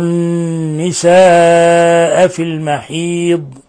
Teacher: لفظ النساء مد متصل لاتصال الهمزة بحرف المد في نفس الكلمة، يمد من 4 إلى 5 حركات حالة الوصل